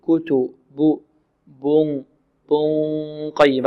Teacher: انتقال من مخرج ماذا؟ من مخرج الباء إلى مخرج القاف مع غنة تجري من الخيشوم · Term: الإخفاء